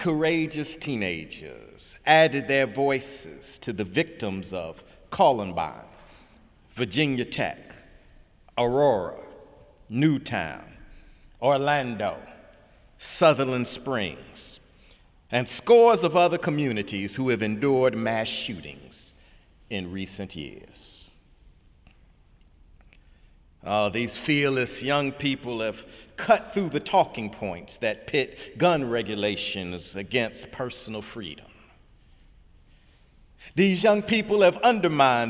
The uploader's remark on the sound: Sunday sermon March 4, 2018 in the Memorial Church of Harvard University